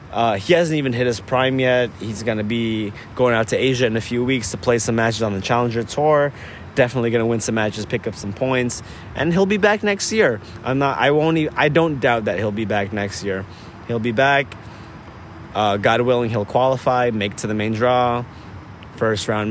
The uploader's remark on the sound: Recording at the US Open Grandstand stadium, it's a special one.